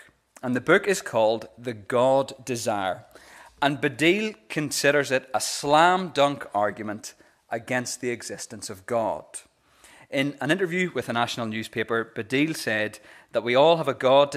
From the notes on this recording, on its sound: the recording of the Bible reading and sermon from our Easter Sunday morning service